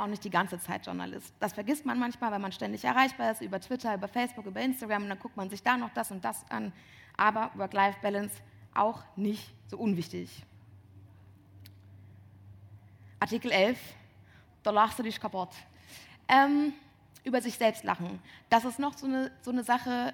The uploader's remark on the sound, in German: Diese Aufzeichnung stammt vom 01.09.2018 im RP-Zelt beim Campfire-Festival in Düsseldorf.